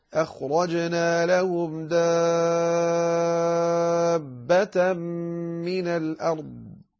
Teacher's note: يجب أن تمدها مدا مشبعا، وهو ست حركات